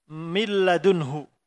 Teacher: maka diidghamkan tanpa gunnah, hilang sama sekali nunnya. Idgham yang sempurna. · Term: idgham bi ghairi ghunnah